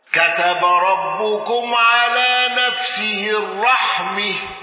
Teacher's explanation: حمزة على الوجه السابق بإمالة تاء التأنيث